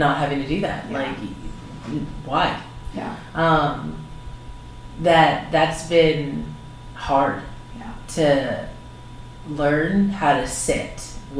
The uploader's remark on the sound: Despite some unfortunate sound difficulties, the conversation was too wonderful to redo!